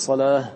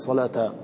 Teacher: وهاء التأنيث تقلب أو تبدل هاء عند الوقف أبدا · Shown in: first take